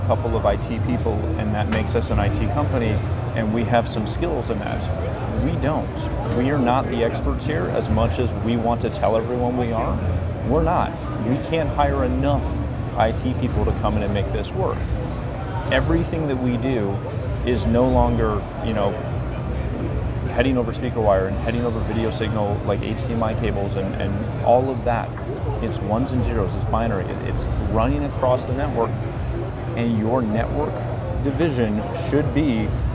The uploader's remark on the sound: Discussing the highlights of Integrated Systems Europe 2019 right from the show floor.